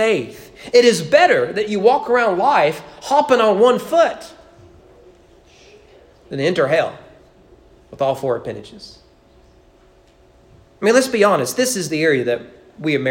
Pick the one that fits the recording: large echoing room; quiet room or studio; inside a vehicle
large echoing room